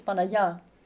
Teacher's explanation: you actually pronounce Rama and Yota almost at the same time to go to the A. It's a J glide then in that sense.